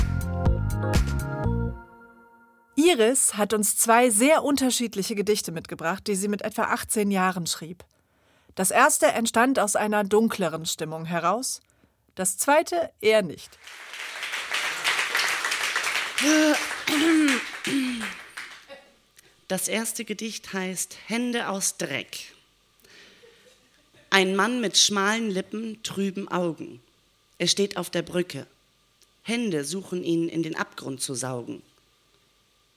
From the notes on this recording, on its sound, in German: Ausschnitte aus der Veranstaltung vom 12.10.2018 im Yoko, Hamburg. Liveshow am 12.10.2018 im Yoko, Hamburg. Heißen Dank an das Yoko, unser tolles Publikum.